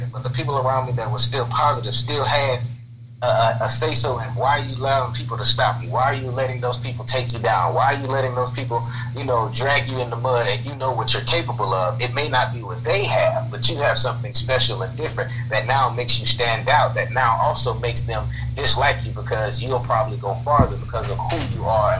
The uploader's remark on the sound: calling in on the phone, so please forgive the sound quality